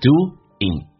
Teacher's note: Doing 我刚刚有讲过后鼻音可以发成前鼻音 ing 的形式